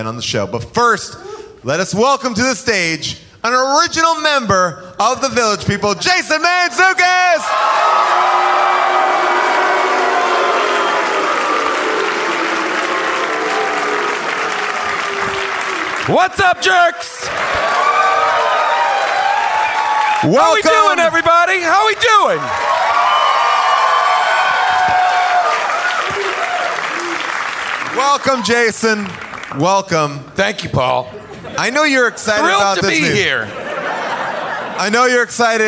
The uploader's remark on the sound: LIVE from the world famous Largo at the Coronet in Los Angeles